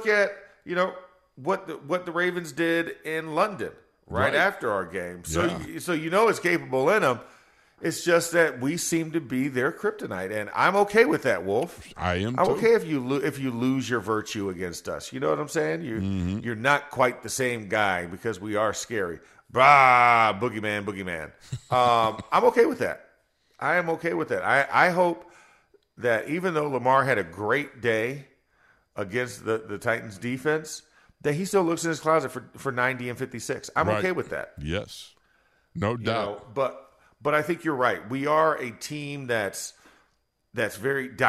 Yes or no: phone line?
no